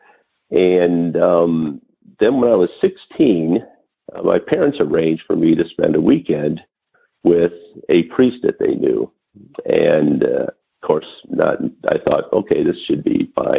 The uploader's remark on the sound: Noon Phone Speaker Meeting